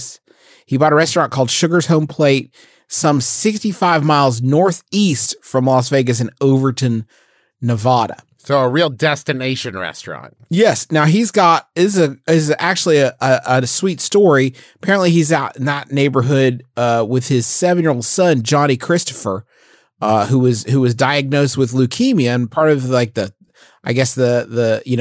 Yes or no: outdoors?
no